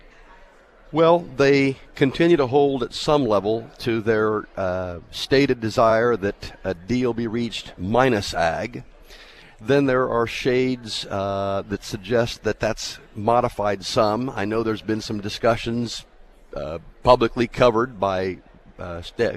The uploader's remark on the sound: From the National Ethanol Conference in Houston.